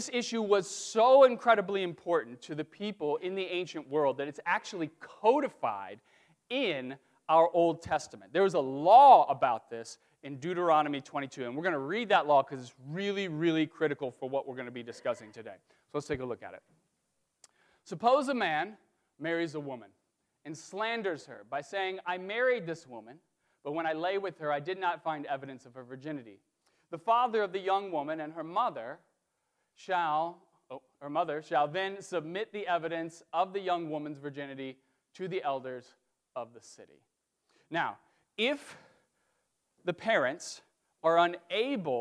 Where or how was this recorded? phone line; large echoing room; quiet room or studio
large echoing room